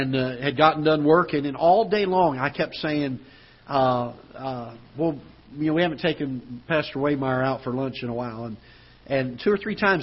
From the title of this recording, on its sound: Ketha Heights Baptist Church ~ Live Broadcast